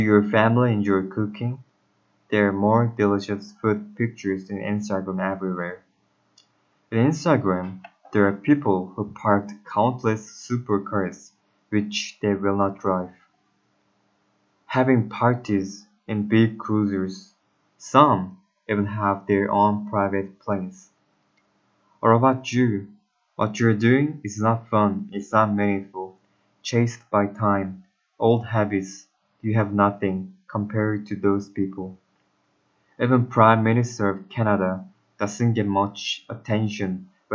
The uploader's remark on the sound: (bad mic and pronunciation).